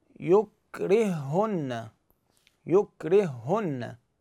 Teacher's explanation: معناته ساكن، والثاني متحرك بالضم، فيقول لك هنا الهاء هاي راح ندغمها بالهاء الثانية وتصير هاء وحدة مشددة · Term: ادغام متماثل